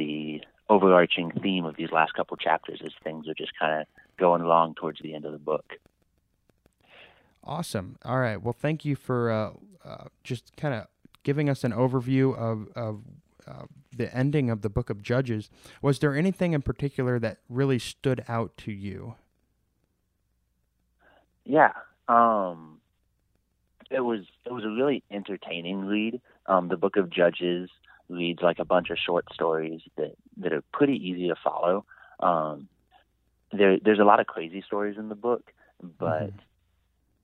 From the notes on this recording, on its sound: This episode was recorded during the Covid-19 quarantine. Sound quality may vary because conversations with our guests are taking place over the phone.